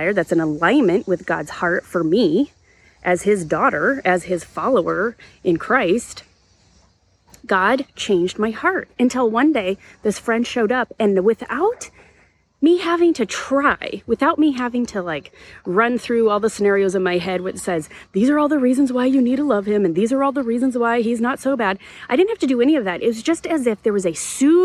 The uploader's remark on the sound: This was recorded on location in a nearby arboretum, so the sound quality may or may not be slightly different than our other episodes. Enjoy the birds and the breeze!